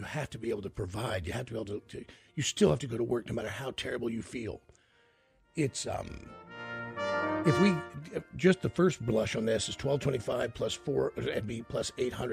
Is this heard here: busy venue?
no